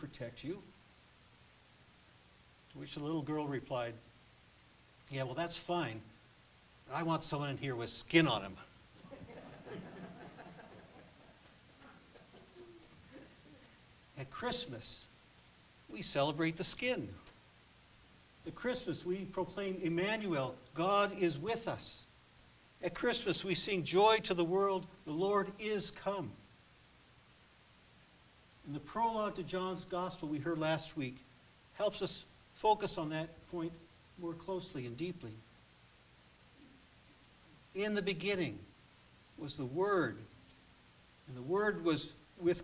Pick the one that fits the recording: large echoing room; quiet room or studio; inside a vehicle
large echoing room